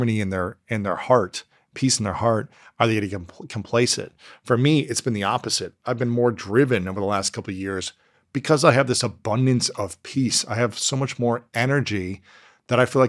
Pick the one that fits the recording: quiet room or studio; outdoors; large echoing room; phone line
quiet room or studio